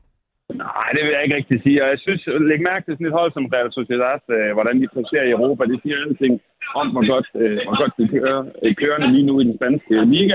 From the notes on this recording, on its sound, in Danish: Analyserer El Clásico via en telefonforbindelse.